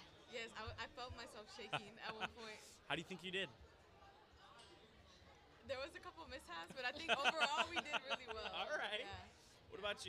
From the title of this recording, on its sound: Live from the Michigan Drill Championship at Class Tech